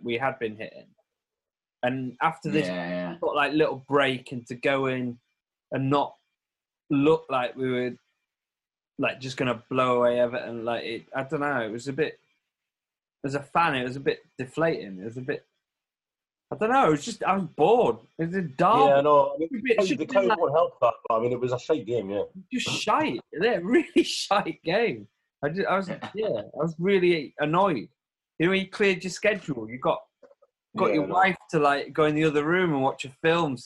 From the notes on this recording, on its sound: On their zoom pod.